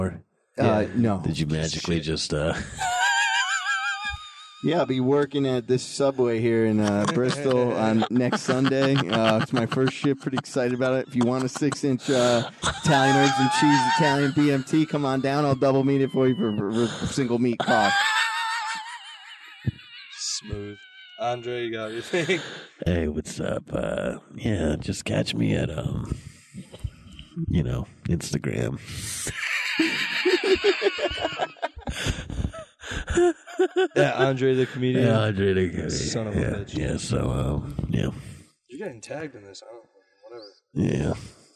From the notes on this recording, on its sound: hung out after a show and did a pod in my car.